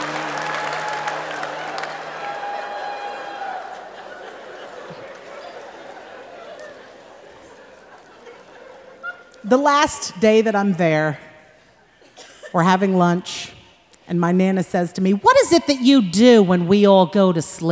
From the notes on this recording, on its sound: Performed live at The Paramount in Oakland.